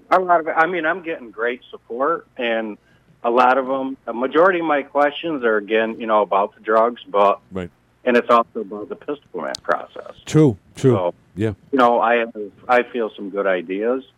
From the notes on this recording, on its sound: Called.